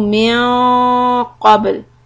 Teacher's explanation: So the noon is إخفاء but it is heavy. Lift the back part of your tongue to make it ready for letter قاف